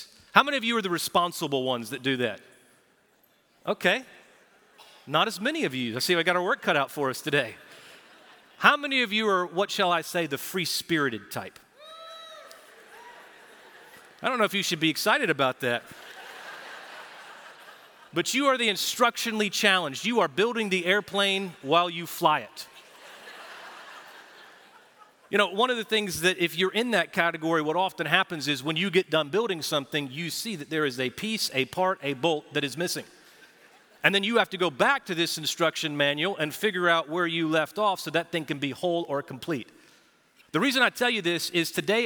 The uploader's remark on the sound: Recorded Live at Brookwood Church on 3.26.2023